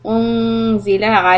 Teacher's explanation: Make the alif dhamma u with the round mouth and then relax it for the noon because it's going to be soft.